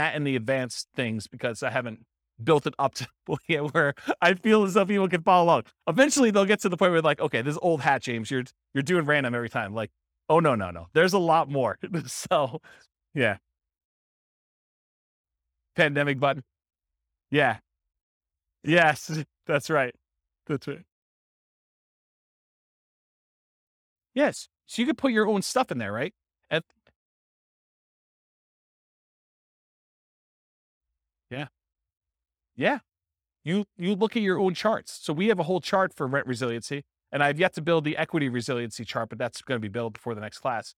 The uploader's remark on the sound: This was a live class recorded